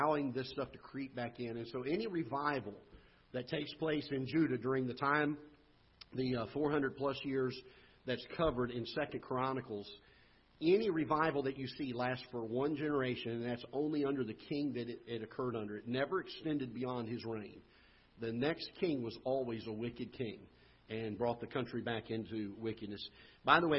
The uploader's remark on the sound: Ketha Heights Baptist Church ~ Live Broadcast